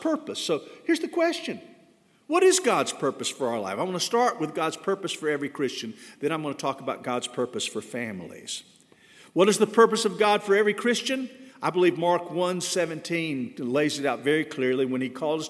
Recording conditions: large echoing room